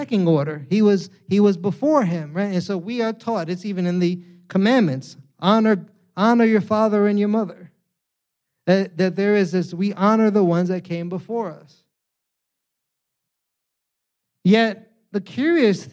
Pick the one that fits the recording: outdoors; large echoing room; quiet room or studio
large echoing room